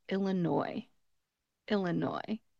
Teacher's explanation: we are going to leave off that final S and just pronounce it Illinois